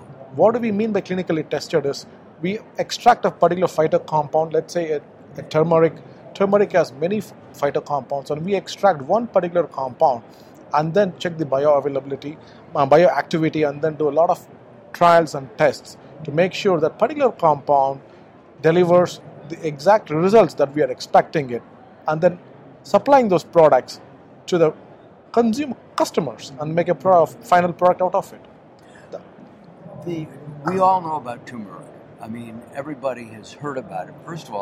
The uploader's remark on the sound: Live from SupplySide West